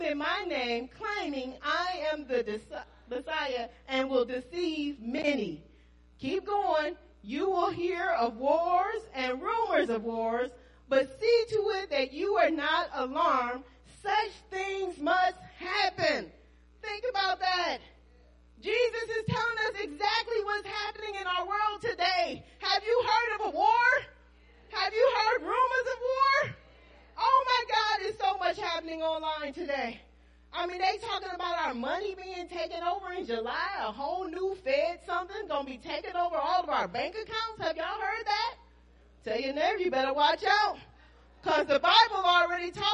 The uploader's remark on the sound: Praise and Worship Service New Life At Calvary - Audio